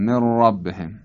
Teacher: حرف ر در هنگام تلفظش اگر دقت بفرمایید یک حالت لرزش وجود داره، یعنی زبان در هنگام تلفظ حرف ر می لرزه در جای خودش، در مخرج حرف ر. این حالت اگر بیش از حد معمول و طبیعی بشه باید ازش اجتناب کرد. · Term: صفت تکریر